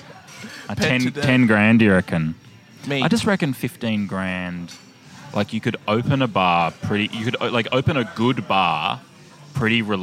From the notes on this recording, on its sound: Recorded at Comedy Republic. Live and unedited with the who's who of comedy. Recorded at Comedy Republic.